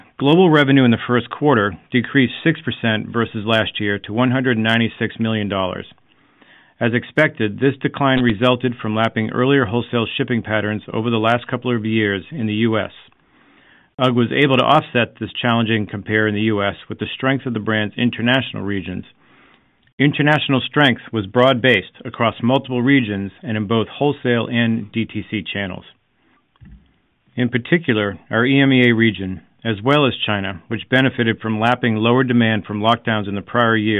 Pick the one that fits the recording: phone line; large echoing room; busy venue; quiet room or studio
phone line